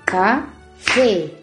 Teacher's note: Café lleva entonces en la última sílaba el acento, inclusive lleva acento pintado, acento ortográfico.